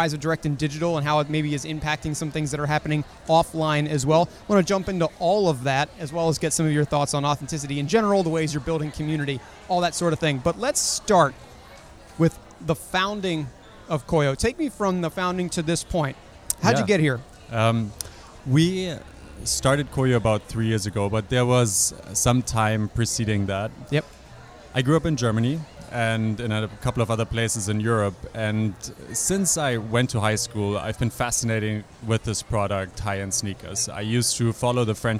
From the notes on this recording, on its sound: joins me live on the floor at New York Advertising Week